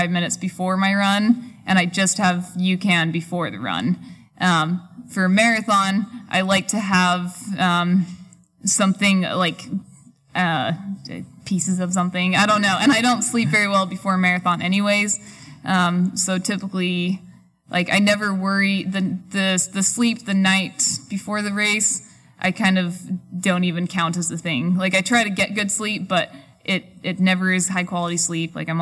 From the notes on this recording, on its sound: We recorded this podcast in front of a live audience back back in early July at the Sports Basement in San Francisco. Before we opened it up to audience Q&A.